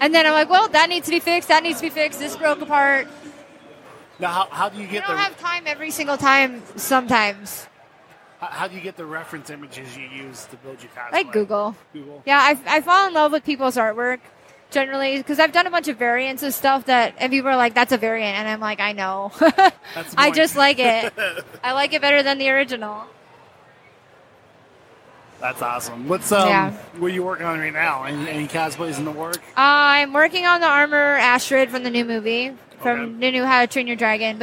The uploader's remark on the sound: Live at Motor City